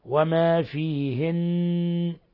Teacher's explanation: والنون مشددة تغن مقدار حركتين. وما فيهن تغن مقدار حركتين وصلا ووقفا.